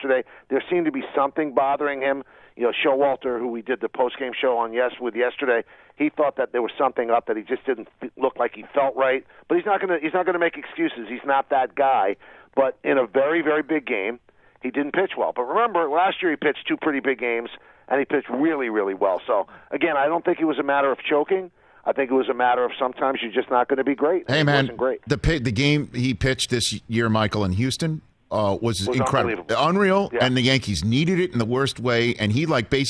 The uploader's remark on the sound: takes a call from his Boston sports fan brother-in-law who calls